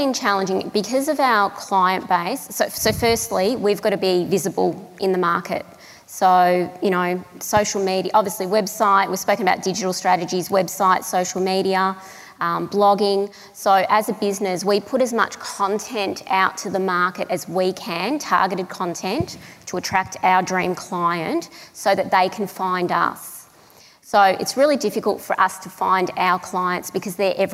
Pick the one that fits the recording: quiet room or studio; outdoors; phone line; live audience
live audience